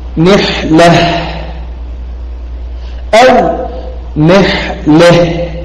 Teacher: وإنما الإمالة في الفتحة الواقعة قبل الهاء